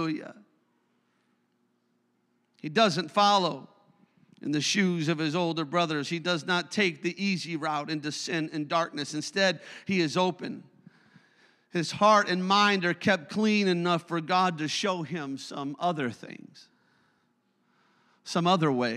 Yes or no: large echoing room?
yes